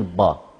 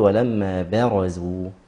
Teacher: جاورت الباء الراء والراء مفخمة فكثير أيضا يحمل الباء التفخيمة · Shown in: first take